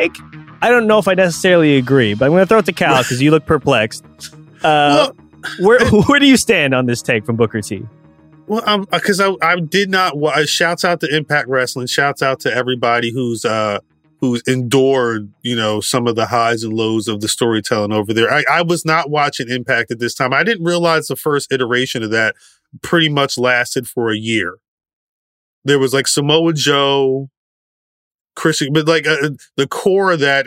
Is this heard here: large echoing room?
no